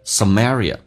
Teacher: Some 跟 area 用 M 跟 A 进行连音